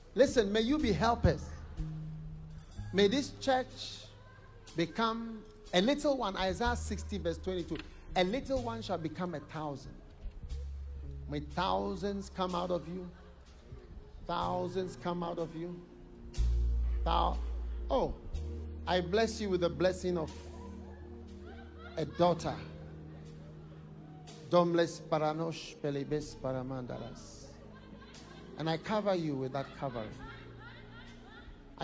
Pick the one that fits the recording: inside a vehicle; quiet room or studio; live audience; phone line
live audience